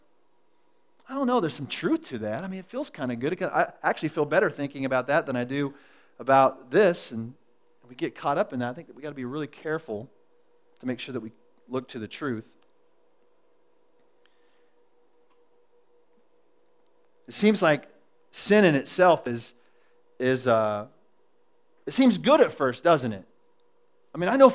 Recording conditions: large echoing room